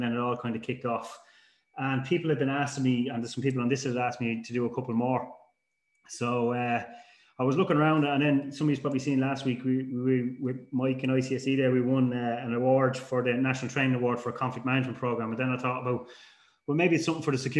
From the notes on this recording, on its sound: This week we have a recording of a webinar. There is also a short Q&A session at the end with a number of industry related questions.